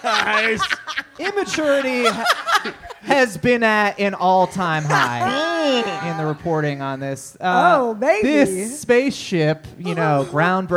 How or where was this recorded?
live audience